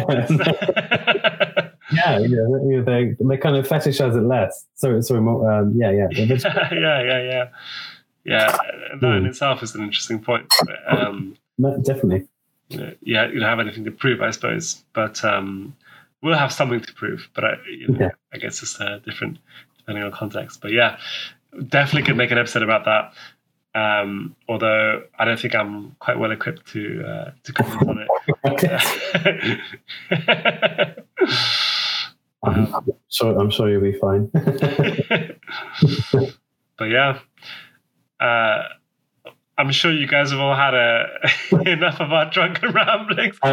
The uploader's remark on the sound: Apologies in advance for the audio quality in this episode - we're still finding our footing with this audio business.